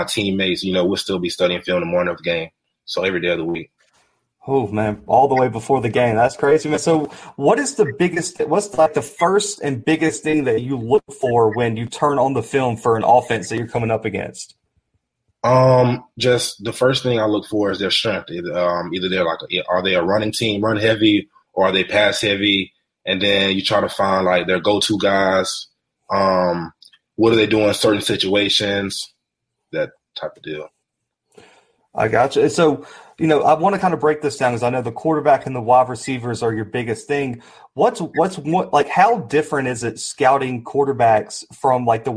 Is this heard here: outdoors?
no